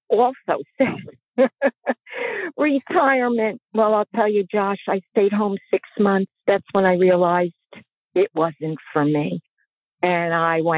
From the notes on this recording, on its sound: LIVE RADIO SHOW. During a call-in segment, listeners voice their views on crowdfunding.